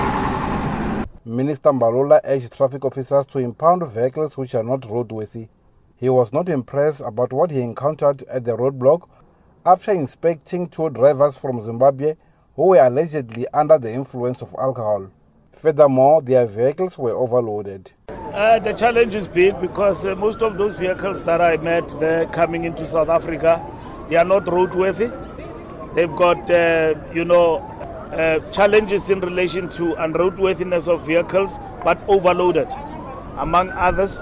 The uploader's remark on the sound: speaking during a media briefing at the weigh bridge on the N1 near the Beitbridge border post outside Musina in Limpopo